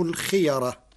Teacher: فالقراء جميعا متفقون على تفخيم الراء لأن الياء قبلها محركة بالفتح، أما لو كانت الياء ساكنة لوقع الترقيق والتفخيم فيها بين القراء.